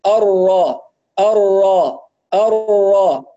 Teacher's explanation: طيب الراء المفخمة المشددة، أول حاجة أركز على مخرج الراء من ظهر طرف اللسان، لكن بدون ما أضغط ضغط قوي حتى لا يزيد التكرير